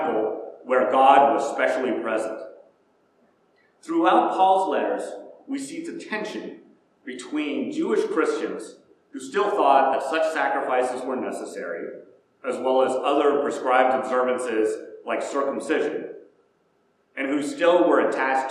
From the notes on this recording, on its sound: Preached at First Presbyterian Church of Rolla.